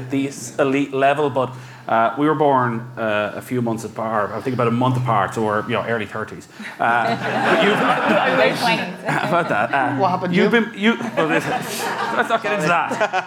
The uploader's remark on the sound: live in Galway